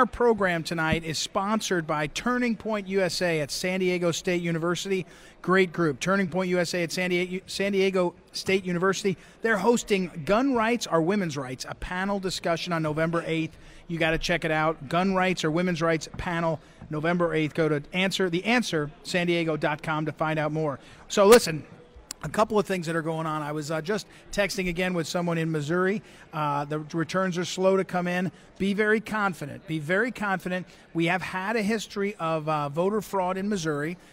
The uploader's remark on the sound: Live from Golden Hall!